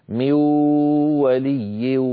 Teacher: أدغم ميو لكنه ما أتى بالغنة · Term: من غير غنة